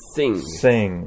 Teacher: S の音は、鋭く、息が漏れていく音。